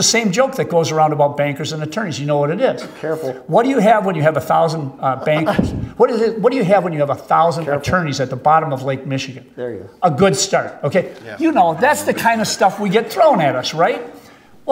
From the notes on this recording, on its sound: Recorded live before the Wisconsin Bankers Association annual Capitol Day at the Monona Terrace in Madison, Wis.